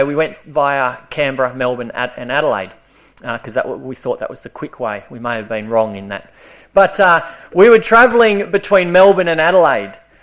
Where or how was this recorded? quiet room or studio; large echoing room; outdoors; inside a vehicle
large echoing room